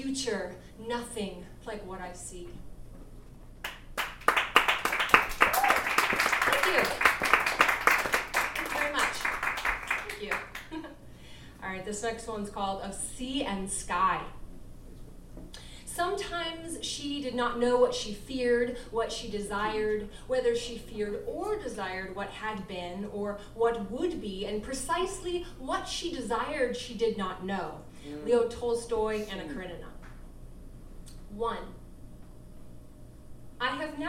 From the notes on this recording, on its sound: at the Brass Tacks poetry and spoken word open mic on December 4, 2018, at The Low Beat in Albany, NY